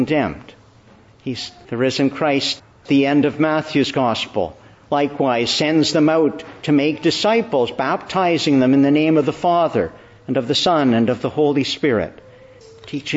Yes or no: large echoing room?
yes